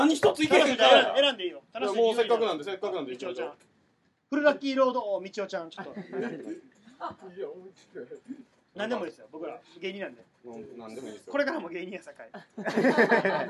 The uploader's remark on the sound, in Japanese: 公開収録〜。